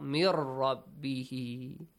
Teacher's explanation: Merge the sound of noon with Ra. · Term: غام